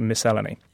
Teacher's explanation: I stress the second syllable, which is a tongue twister for anyone else